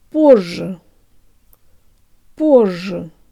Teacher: The ye in the second syllable actually sounds like a schwa, and remember to lengthen the z a little.